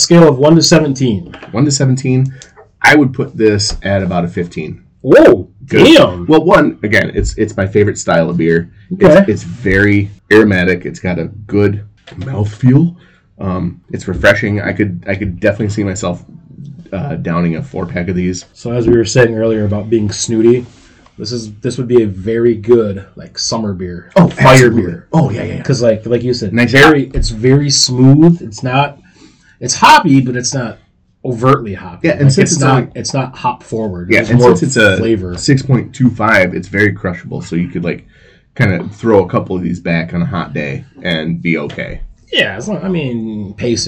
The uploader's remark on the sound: The audio is a little rough, but this is our first time back in about 3 years.